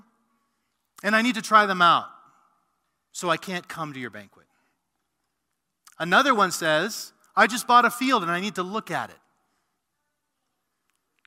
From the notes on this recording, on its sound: A sermon preached at RGC's mother church, South Canyon Baptist Church on 9-27-2020